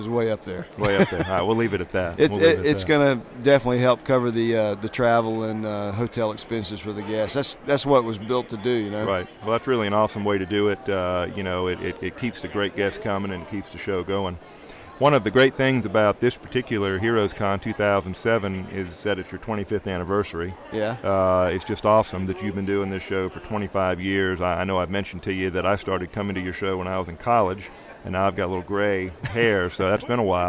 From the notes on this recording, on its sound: We are “live” from Heroes Con 2007 for day 3!